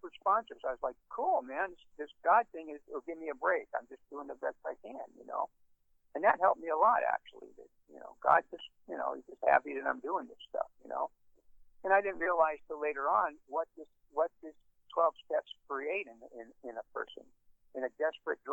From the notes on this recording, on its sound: Los Angeles. Be advised that the recording quality is poor because it was conference call recorded on a microphone leaned against a cell phone speaker.